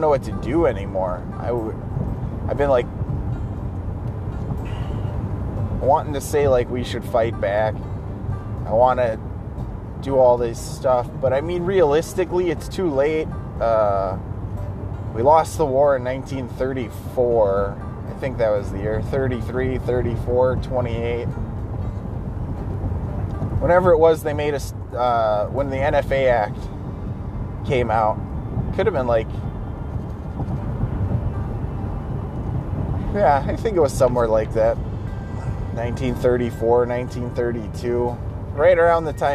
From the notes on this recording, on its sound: Car cast. Blowi g off steam in the car on the way to work.